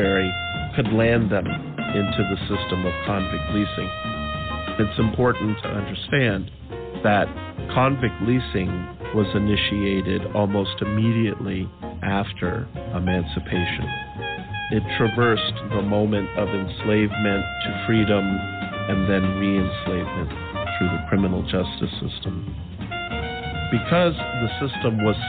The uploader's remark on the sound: In Columbia SC at the capitol building. This was the same day and same place Bree Newsome cut the confederate flag down just yards away. The monument we recorded at is one of the few in America dedicated to the history of the African Diaspora.